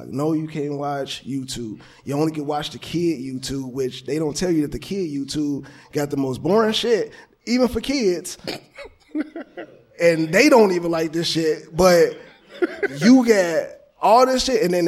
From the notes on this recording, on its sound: With A Live Audience